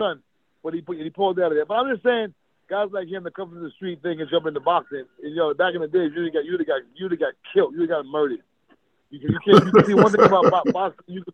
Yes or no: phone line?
yes